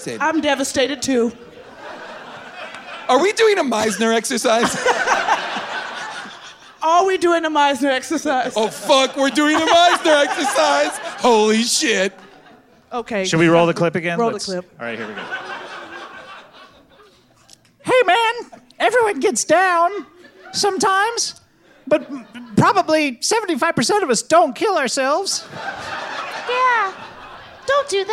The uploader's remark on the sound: Recorded live at the Bell House in Brooklyn, NY.